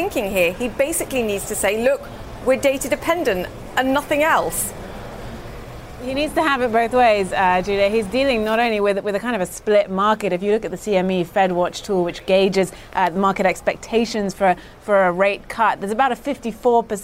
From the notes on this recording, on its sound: live from the New York Stock Exchange